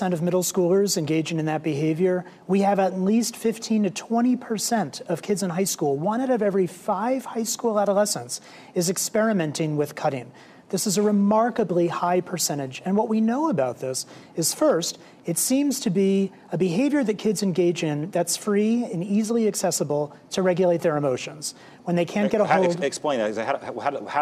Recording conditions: live audience